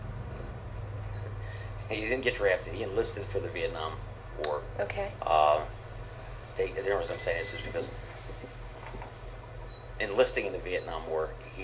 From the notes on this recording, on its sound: Audio note: Please forgive the low and rather poor sound quality of this interview.